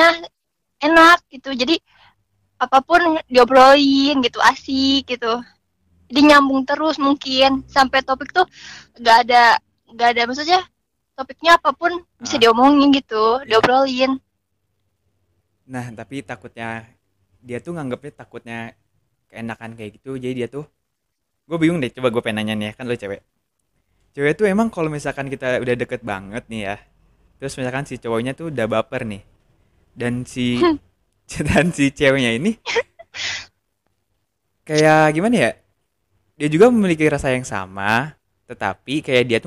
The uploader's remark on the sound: Talking on The Phone